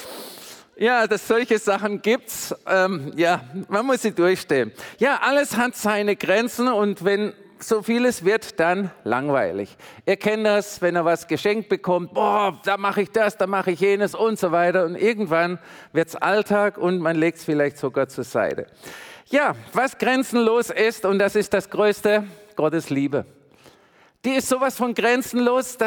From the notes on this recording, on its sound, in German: predigt im Missionswerk Karlsruhe